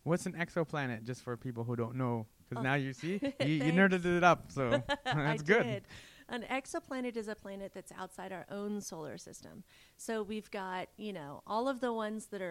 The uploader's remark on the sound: Recorded: Sunday April 23, 2017 11:30 am (EST) at FITC. Recorded: Sunday April 23, 2017 11:30 am (EST) at FITC.